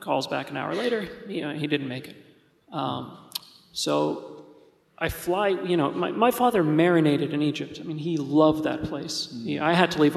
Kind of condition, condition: setting, live audience